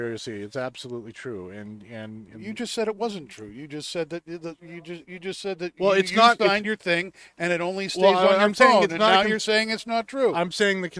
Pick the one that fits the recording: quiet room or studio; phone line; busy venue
busy venue